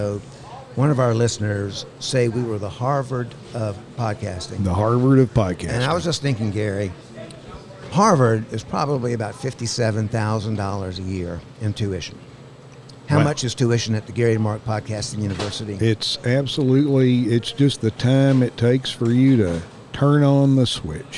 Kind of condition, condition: setting, busy venue